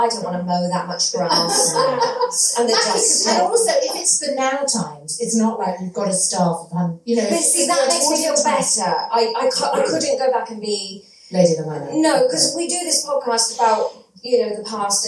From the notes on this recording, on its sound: It was recorded at the Brighton Fringe at Sweet Venues, definitely not in a toilet. Apologies that it does sound a little toilety.